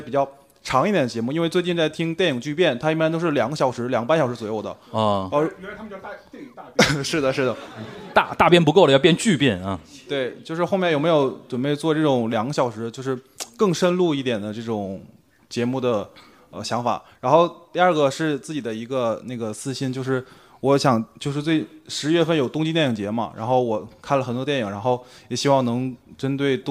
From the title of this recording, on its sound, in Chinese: 东亚观察局》线下见面会东京站实况